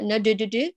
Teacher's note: هذا الصوت جيم مخلوطة بدال لأنك مشركة البقعتان، فأشركت الطرف مع الوسط بأنك عرضت البقعة التي تعمل، فأتى هذا الخلل.